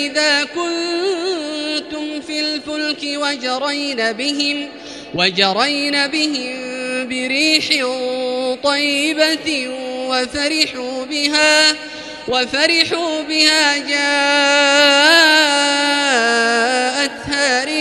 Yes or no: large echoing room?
yes